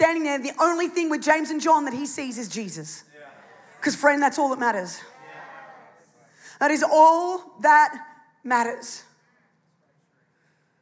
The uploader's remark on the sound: It was originally recorded on Sunday, 6th of August 2023, at NEUMA Melbourne City location in the 9 AM service